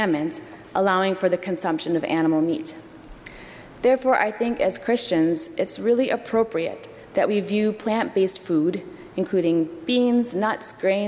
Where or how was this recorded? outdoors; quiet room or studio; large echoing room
large echoing room